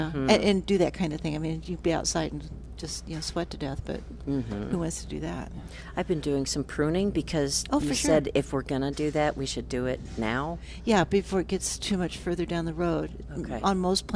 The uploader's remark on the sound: Plant Experts Live at Prairie Gardens. Live from Prairie Gardens every Saturday.